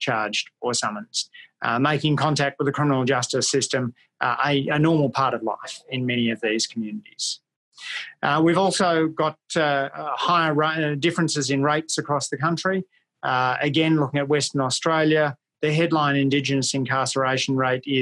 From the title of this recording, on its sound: ACEMS Virtual Public Lecture